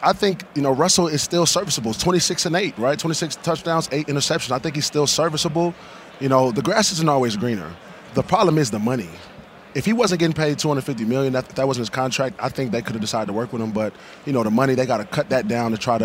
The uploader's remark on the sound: live on Radio Row in Las Vegas ahead of the Super Bowl!